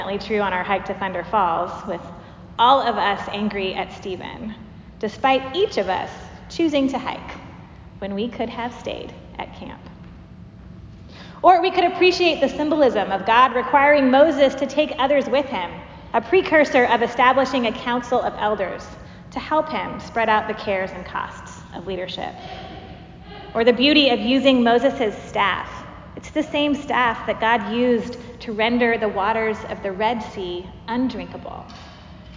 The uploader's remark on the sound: Preached at Church of the Apostles, Seattle